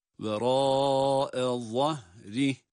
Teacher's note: Za harfi kalın ve peltek.